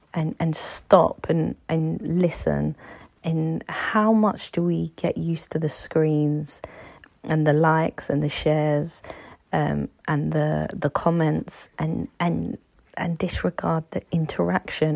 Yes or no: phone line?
no